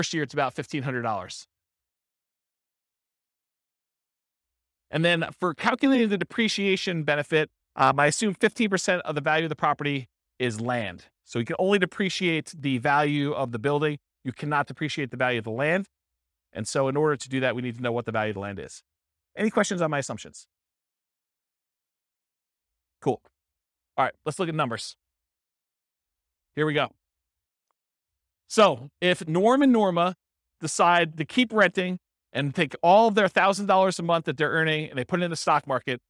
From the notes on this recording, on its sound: This was a live class recorded